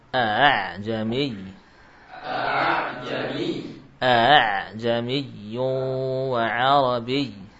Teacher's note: Kecuali dalam kalimat a'jami, hamzah yang kedua dibaca dengan hamzah musahalah. Hamzah musahalah di tashil, ya, dibaca dengan tashil a'jami, a'jami.